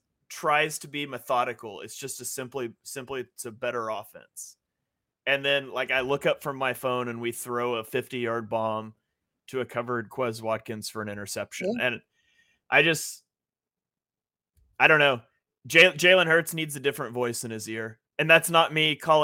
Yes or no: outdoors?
no